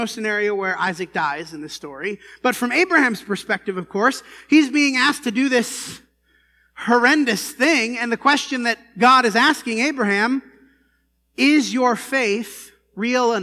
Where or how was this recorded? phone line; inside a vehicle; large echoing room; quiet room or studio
large echoing room